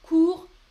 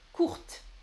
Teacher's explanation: Au masculin, tu écris avec un T et au féminin, tu prononces le T et tu ajoutes le E.